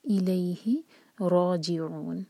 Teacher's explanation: را ہیوی اور آخر میں نون کلیئر.